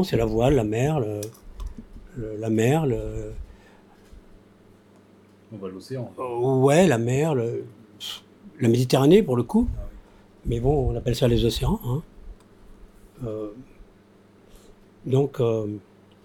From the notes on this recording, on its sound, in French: C'est une rencontre impromptue et si on entend distinctement le bruit du ventilateur, c'est bien la preuve qu'elle n'était pas programmée. Le zoom tourne nonchalamment, le ventilateur aussi.